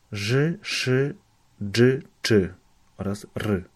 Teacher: Następnie mamy spółgłoski dziąsłowe. Ż, sz, dż, cz oraz r. To znaczy, że język opiera się o dziąsła. Idąc w prawo, cały czas patrząc na tabelkę ze strony 23, mamy j oraz trzy tylniojęzykowe, to znaczy te, które się tworzą właśnie z tyłu języka, tak?